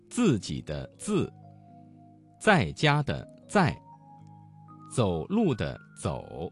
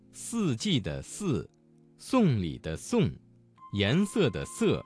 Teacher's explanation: 滋和呲要有爆破感，丝要有摩擦感